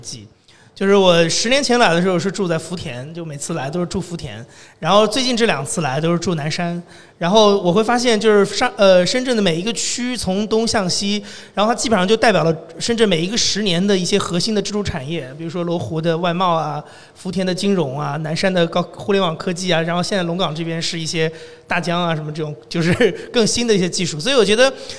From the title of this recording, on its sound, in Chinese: 深圳x播客线下圆桌论坛